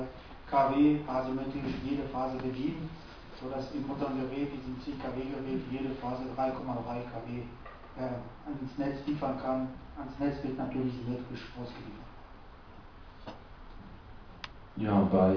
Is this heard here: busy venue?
yes